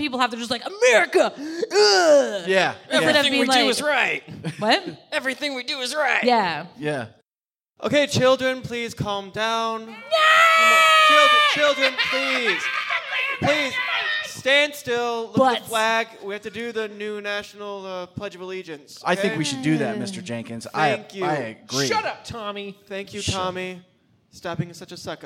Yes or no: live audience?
yes